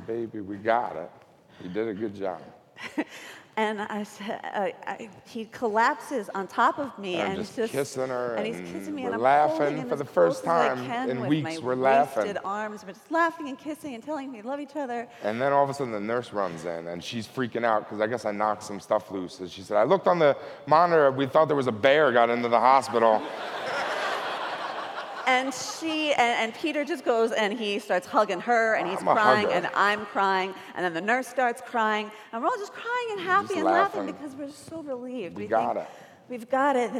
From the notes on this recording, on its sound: Recorded at TEDMED 2013.